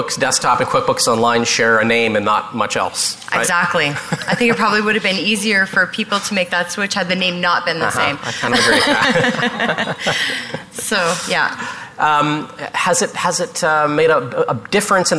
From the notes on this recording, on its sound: Live Broadcast at the The IPBC IGNITE Conference